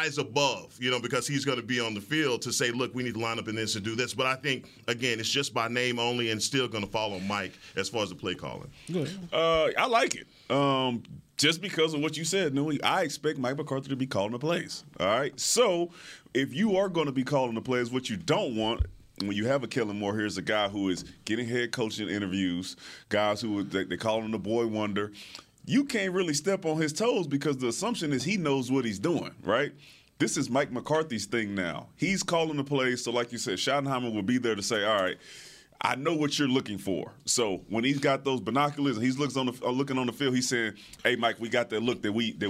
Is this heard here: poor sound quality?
no